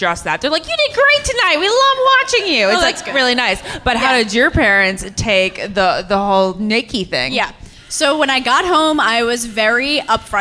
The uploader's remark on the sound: Live at Audrey's Coffee House and Lounge in Rhode Island.